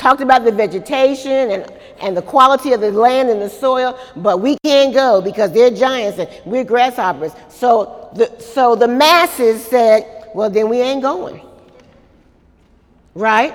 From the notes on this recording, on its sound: During Wednesday night service.